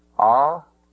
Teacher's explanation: The ultima of this verb, lo, is a long ultima, a long syllable.